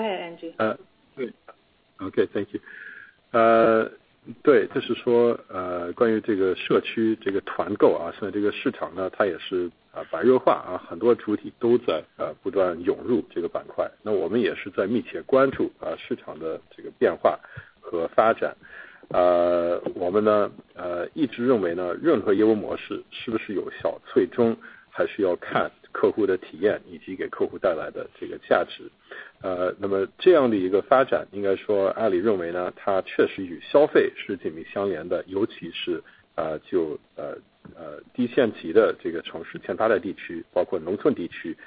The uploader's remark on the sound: Earnings Conference Call